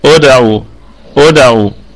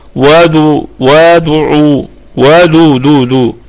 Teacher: هذه الدال الساكنة لابد أن تسكن وتقلقل وتتخلص من الضمة · Shown in: first take · وانت يعني وأنت تقرأ، لأن طبعا سبقها واو وبعدها ضمة، وإياكم. · Term: قلقلة صغرى